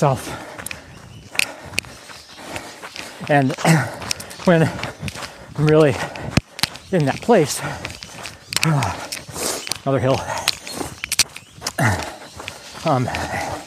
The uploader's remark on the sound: Recorded while on a 10K Training Run